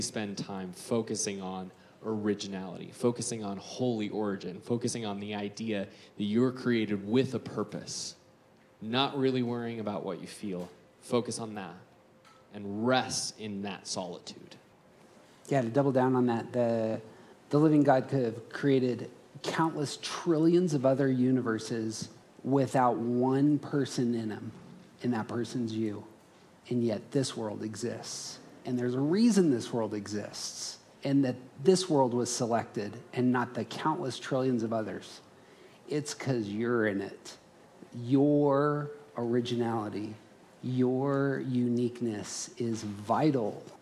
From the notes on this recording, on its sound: Around the Circle hosted a conference about becoming your true self. This audio is a live recording from that conference.